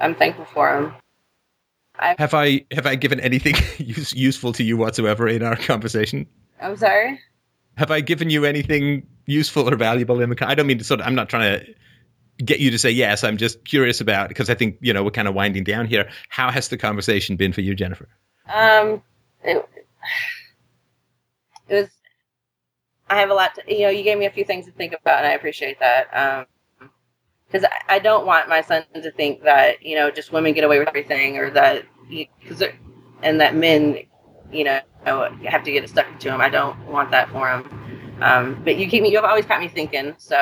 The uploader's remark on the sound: Call In Show